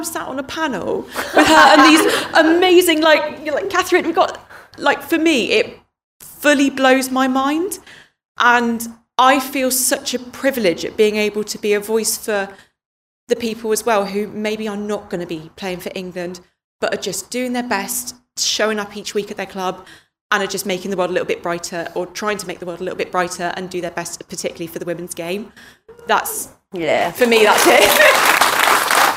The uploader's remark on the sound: This is a LIVE panel discussion recorded at Avonmouth Claire’s RUFC in Bristol at the GrassRoots Festival.